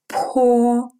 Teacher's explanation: Это русский «п», который произносится с придыханием.